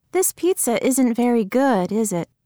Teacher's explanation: Notice how the intonation falls in tag questions when you expect the listener to agree.